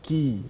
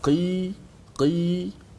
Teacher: kaf di depan sedikit pada qaf kalau qaf di pangkal lidah qi qi kaf ki di depan sedikit maka huruf ni jangan terlalu ringan ke sangat kalau kita buat wa'aki jadi kaf.